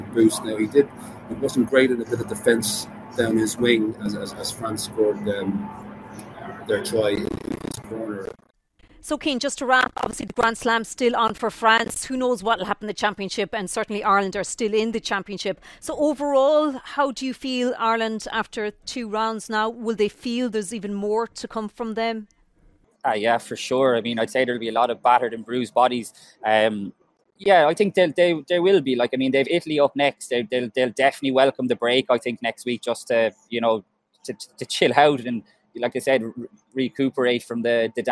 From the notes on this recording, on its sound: The Left Wing LIVE. Live from the Stade de France.